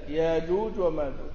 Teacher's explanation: وقرأ كذلك يأجوج ومأجوج بالإبدال